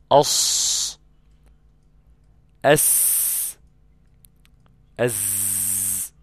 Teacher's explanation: تخرج مع طرف اللسان مع ما بين الثنايا العليا والسفلى، بين البنين، لا هو لا في الثنايا العليا ولا هي للثنايا السفلى، ولكنها إلى الثنايا السفلى أقرب.